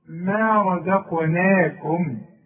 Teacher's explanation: القاف مفخمة. النون ترقق